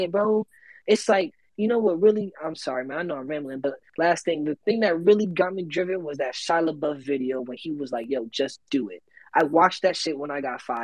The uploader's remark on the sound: The content in this Podcast is a recorded Twitter space